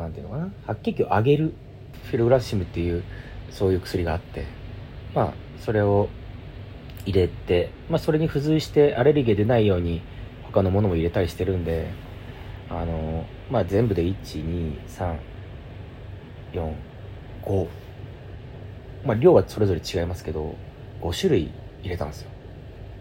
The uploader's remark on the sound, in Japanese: Iphone収録です。無菌室なので空気清浄機のノイズや音量バランス等お聞き苦しいかもしれませんがあしからず。